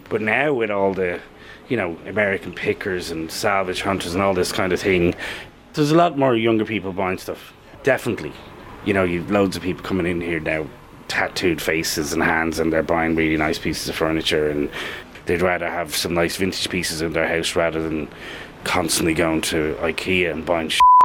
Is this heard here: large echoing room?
no